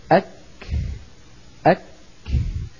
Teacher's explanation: لما نقول أك نكون قد حبسنا الصوت فخرجت صفة الشدة، لما ابتعد الطرفان النفس الذي كان محبوسا خرج، كذلك الأمر